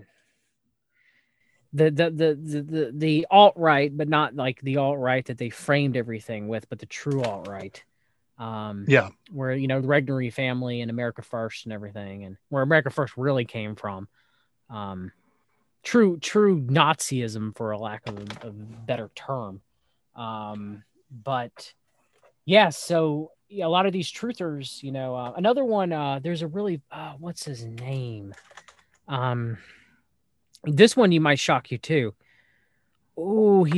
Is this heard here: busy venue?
no